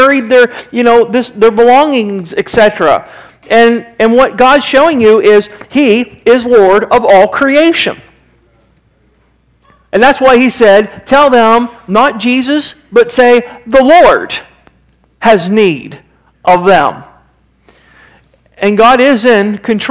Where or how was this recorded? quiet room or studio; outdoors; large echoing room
large echoing room